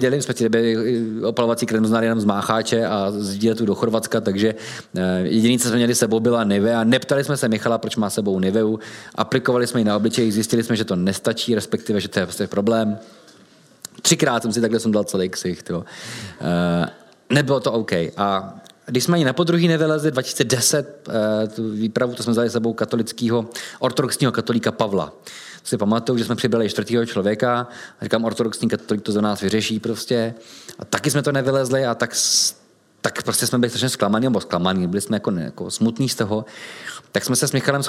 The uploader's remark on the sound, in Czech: Science Café v prostorách společnosti Etnetera, hlavního partnera SC. Do dvou částí jsme proto rozdělili i zvukový záznam tohoto Science Café.